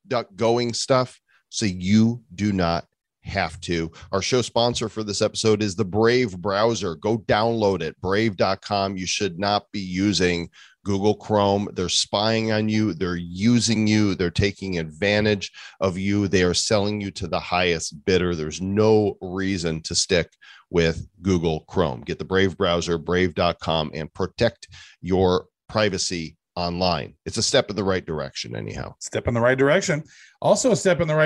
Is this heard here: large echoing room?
no